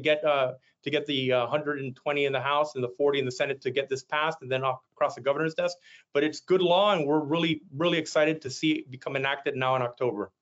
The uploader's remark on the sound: We push the audio from this webinar out on our podcast.